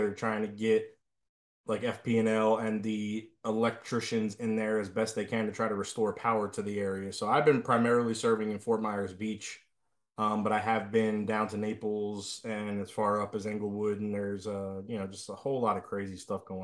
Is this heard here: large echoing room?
no